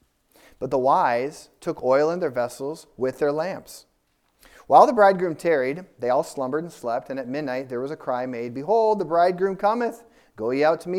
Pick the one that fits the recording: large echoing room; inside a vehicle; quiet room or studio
large echoing room